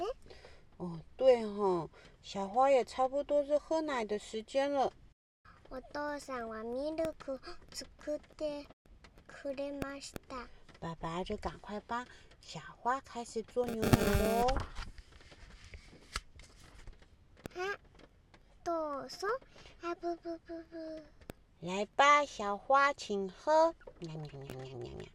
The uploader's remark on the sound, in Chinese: 剛好錄音這天外面也是下雨天 大家仔細聽聽得到背景的雨聲喔！